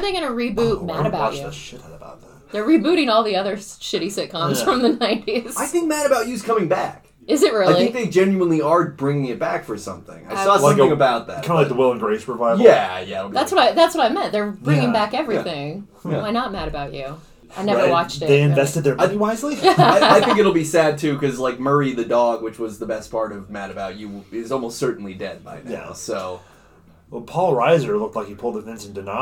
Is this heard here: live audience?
no